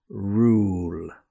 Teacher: Now, in some countries, in particular, Spanish speakers have some difficulty distinguishing between the long U sound and the shorter U sound. So, the long U sound is similar to the Spanish letter U, okay, but it is much longer